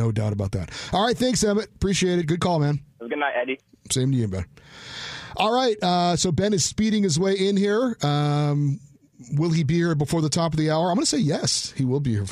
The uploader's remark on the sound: take your phone calls